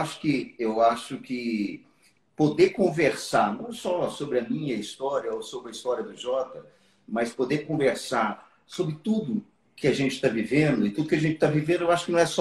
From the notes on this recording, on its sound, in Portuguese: esteve ao vivo no instagram da Alvorada FM para um bate papo